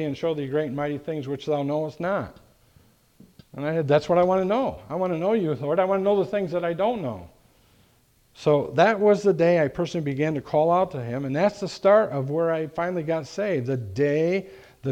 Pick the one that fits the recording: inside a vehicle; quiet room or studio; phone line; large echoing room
large echoing room